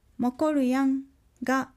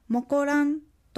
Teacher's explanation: ヤンの語頭の子音 Y が落とされるのです · Shown in: second take